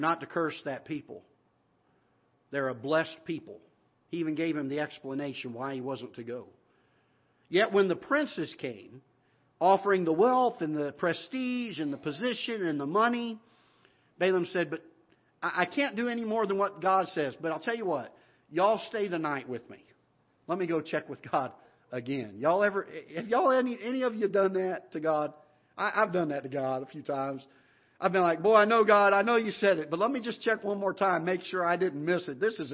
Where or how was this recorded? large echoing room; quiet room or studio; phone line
large echoing room